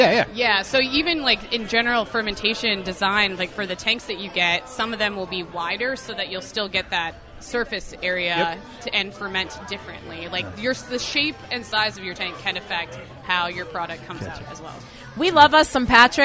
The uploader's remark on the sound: Thanks to Fueled by Hops Podcast, we simultaneously recorded at Primanti’s.